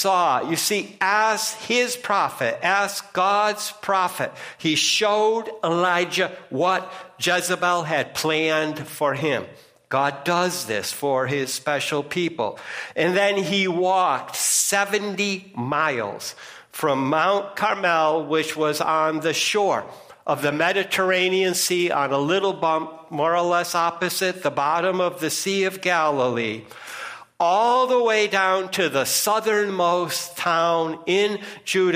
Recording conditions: large echoing room